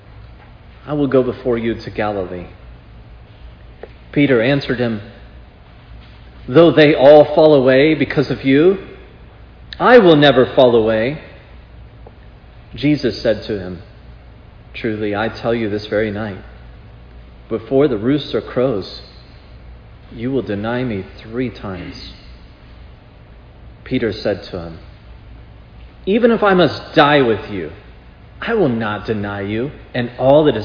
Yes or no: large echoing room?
yes